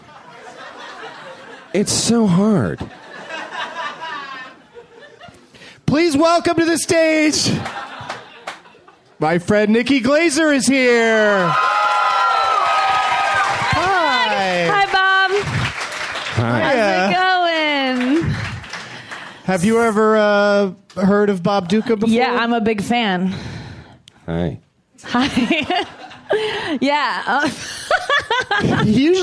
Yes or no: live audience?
yes